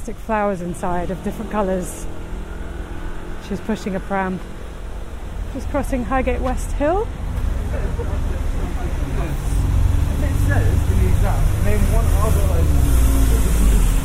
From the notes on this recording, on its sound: Join her out and about as she captures those small, magical moments of everyday life, in sound. Highgate High Street, Part One.